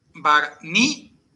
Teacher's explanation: tenemos una Z que se pronunciaría como S sonora · Y el acento iría en el ni. Barnizadas.